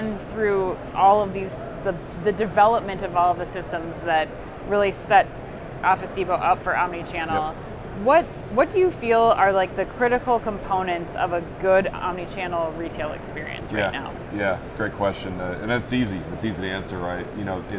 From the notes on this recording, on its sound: Live From NRF 2024